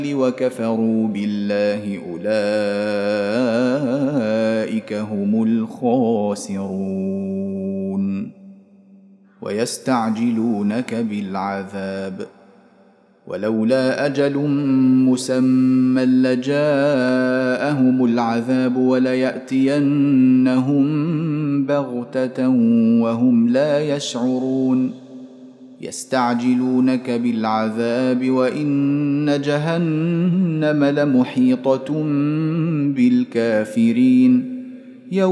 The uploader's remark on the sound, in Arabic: مسجل من صلاة التراويح بمسجد السلام بحي مشرفة بجدة.